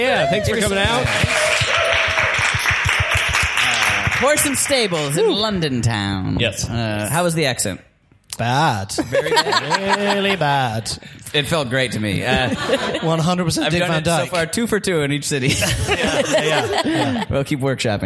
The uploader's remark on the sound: Live from London Town, The MEAT performs a live show upstairs at the Horse & Stables pub with the London improv collective C3Something.